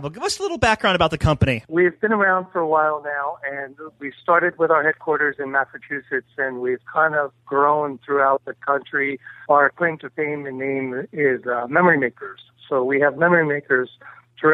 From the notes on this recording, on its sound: On the phone.